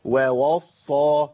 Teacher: واو و الواوين الاثنين مرققين، ما اقولش واوا